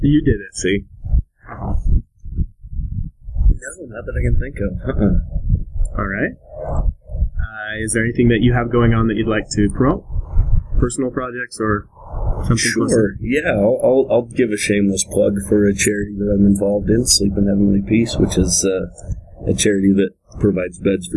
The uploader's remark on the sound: By the time we had set up the mics and done a quick sound check. Sat down in a city park in Layton, Utah.